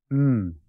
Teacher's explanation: Consonantes nasales. Nasal bilabial sonora.